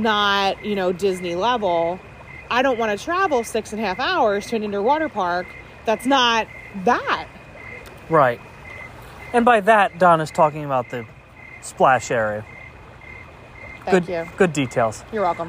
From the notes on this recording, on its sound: we do a walk and talk at Disney’s Wilderness Lodge